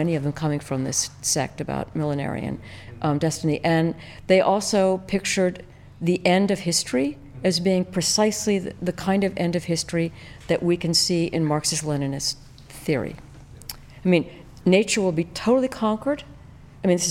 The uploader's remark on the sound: before a live audience